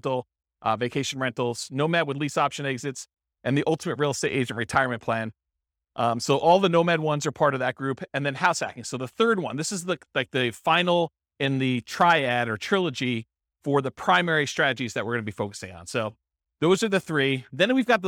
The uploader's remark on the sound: This was a live class recorded